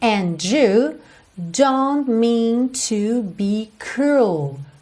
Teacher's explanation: Muito comum quando a gente tem uma palavra que termina em D seguida de you, que essa junção soa do, como se fosse um DJ